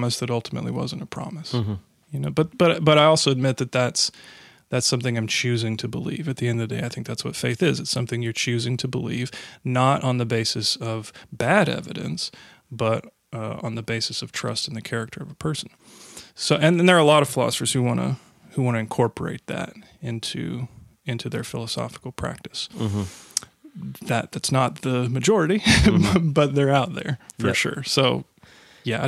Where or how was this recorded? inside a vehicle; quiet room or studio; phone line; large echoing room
quiet room or studio